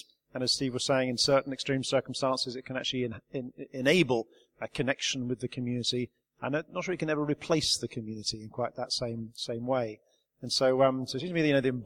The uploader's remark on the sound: This Godpod was recorded at a Conference we held in 2013 called the Holy Spirit in the World Today. It is a panel discussion.